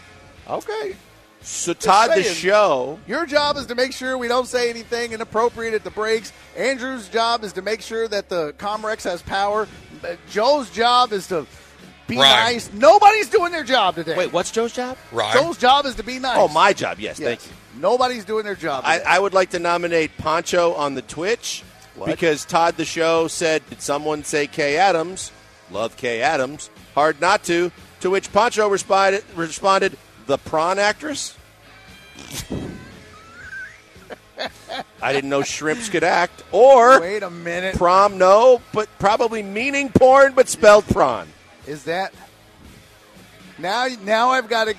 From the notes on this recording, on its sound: live from The Decoy